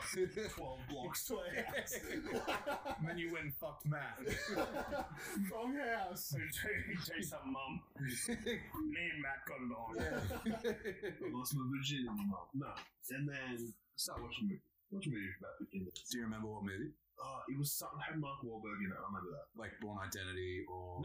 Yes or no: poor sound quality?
yes